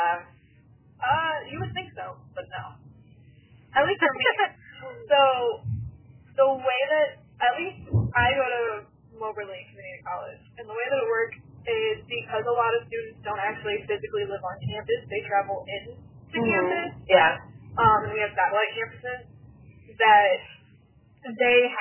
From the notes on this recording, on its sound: In the car. Car Rides and Conversations.